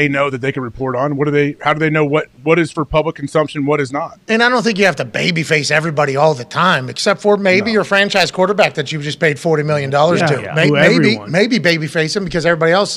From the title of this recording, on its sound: LIVE From The ThunderDome